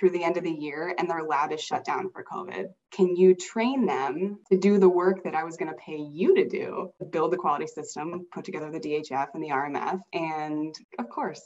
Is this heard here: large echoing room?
no